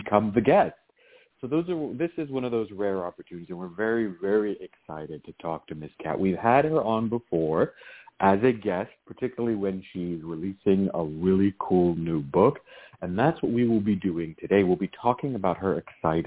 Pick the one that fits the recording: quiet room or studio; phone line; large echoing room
phone line